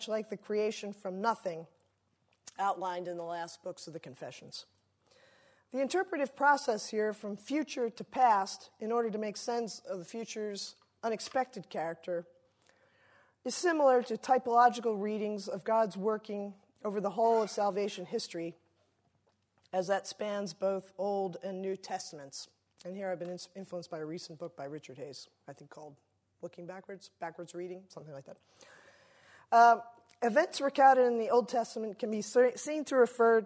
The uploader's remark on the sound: Delivers the Gifford Lecture entitled "Chained to the Past". Recorded 3 May 2016 at the University of Edinburgh's George Square Lecture Theatre.